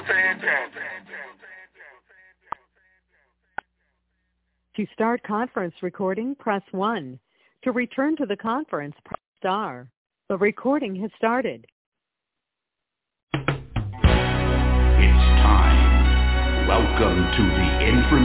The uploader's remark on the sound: TNTSuperfantastic Conference Call